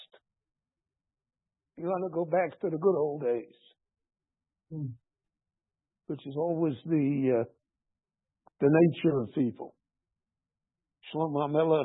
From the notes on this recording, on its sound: This class was recorded live at Beit Knesset HaNassi in Jerusalem.